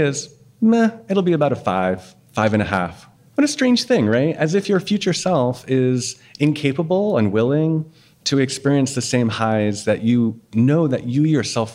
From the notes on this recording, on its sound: LIVE from Boston. Talking before a live audience in Somerville, MA.